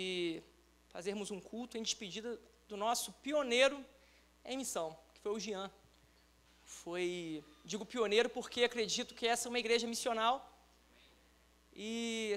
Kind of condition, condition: setting, large echoing room